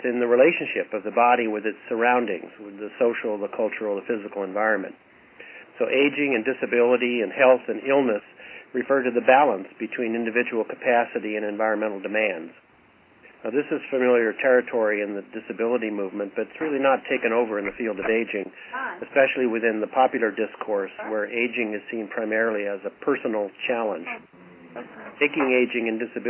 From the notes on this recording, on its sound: Call recorded.